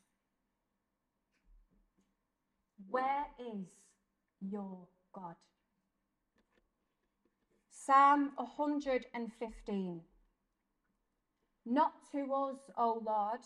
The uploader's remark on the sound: This episode is a live-talk given at the Blessed Sacrament Shrine in Liverpool on Monday 11th December 2023.